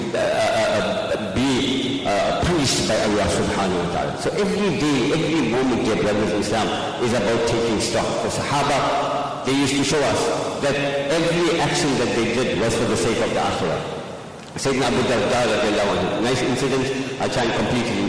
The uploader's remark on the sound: Jumuah lecture.